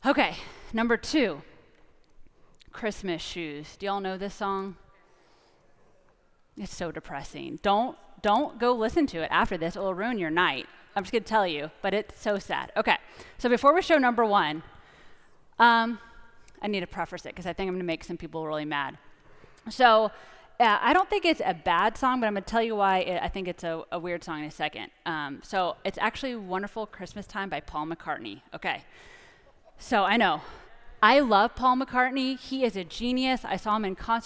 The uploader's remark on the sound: Preached in our 8 PM traditional candlelight service. 3101 Coit Road – Plano, TX.